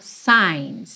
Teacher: Pode fingir que o G não tá aí e você tem esse som do I mais longo, mais aberto.